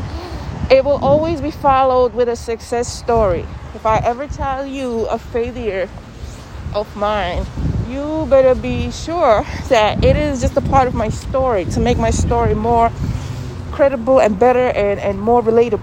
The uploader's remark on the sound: Ignore the NYC Subway noises in the background. I am on the go as always.